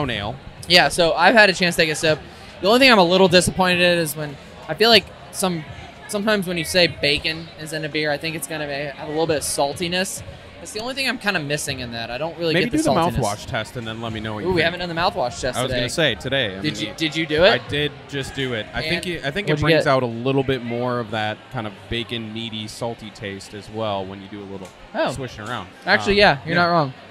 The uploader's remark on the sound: head to Monday Night Brewing’s Tie One On 8 Year Anniversary party and record live at the event!